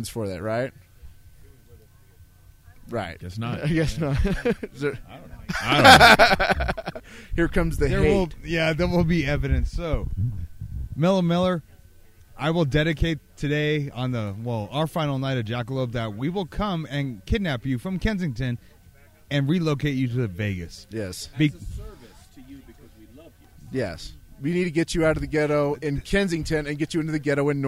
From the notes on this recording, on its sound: at the fifth annual Jackalope Freedom Festival Non-Event 2016 at Baca Meadow, AZ